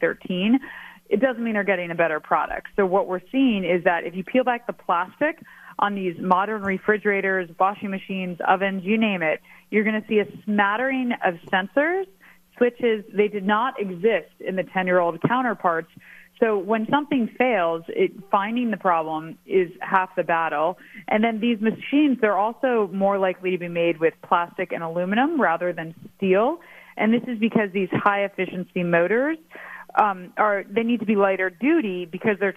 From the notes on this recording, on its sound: Calling in LIVE from South Carolina. In the Sig Sauer Studios, presented by AutoFair.